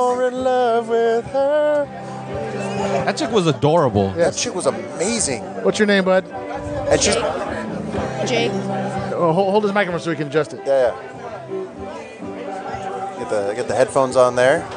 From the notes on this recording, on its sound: This is a special episode recorded at Lagunitas Brewery in Petaluma.